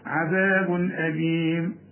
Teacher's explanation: برضو تنوين وبعده همزة، الهمزة من حروف الإظهار ما تغنش